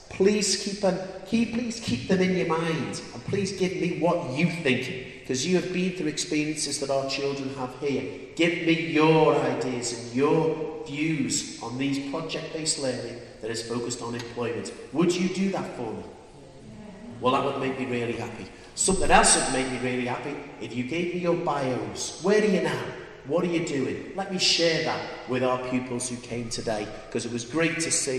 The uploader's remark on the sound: Live from the School. Wow just 2 weeks since the 2014 Reunion and here is the podcast that we recorded live in the Chapel. There is none of the usual events and things, the whole thing was done at school.